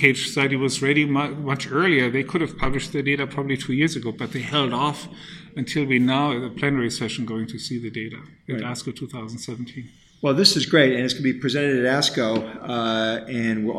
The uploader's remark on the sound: Interview was recorded at the 2017 ASCO Conference in Chicago.